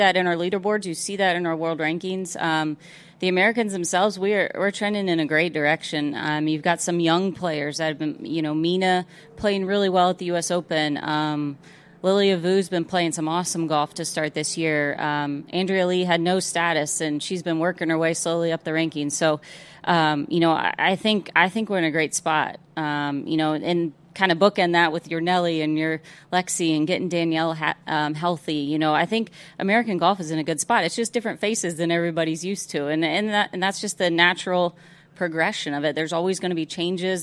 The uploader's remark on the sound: broadcasts live from the Travelers Championship